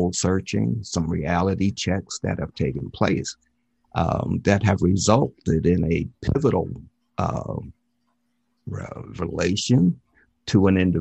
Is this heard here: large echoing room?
no